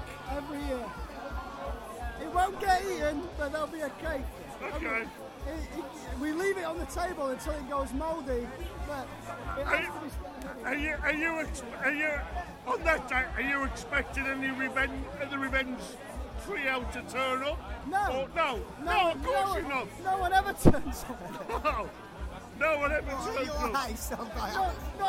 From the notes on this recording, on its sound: a jam packed Rebellion in Manchester, a very drunk, bald, bearded fool is walking around with a voice recorder in his hand.